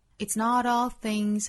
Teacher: it's 这个词弱读 It's not all things 后面有元音所以它弱读成 t